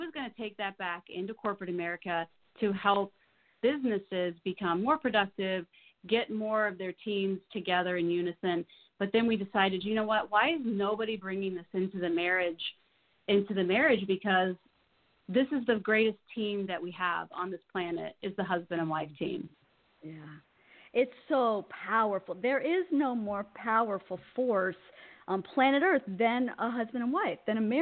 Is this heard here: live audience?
no